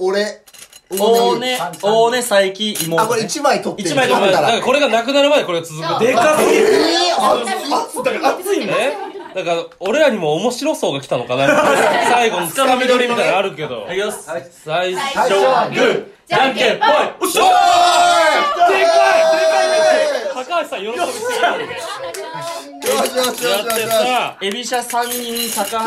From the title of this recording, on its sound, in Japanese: 正月の集まりに混ざって収録しよう